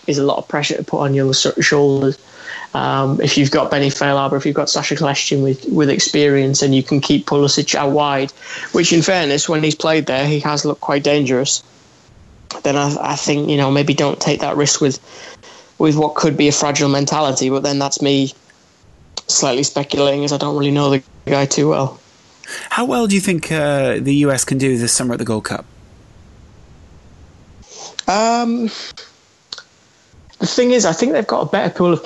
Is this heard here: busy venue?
no